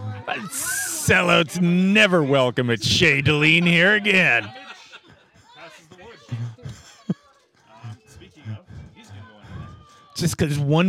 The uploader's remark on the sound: In this special episode we recorded live at Roma’s title defence match.